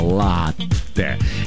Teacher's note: несмотря на обилие гласных, произносится твердо, без мягкости, латте. Никаких тебе латте или латте с одной буковкой Т, нет, латте.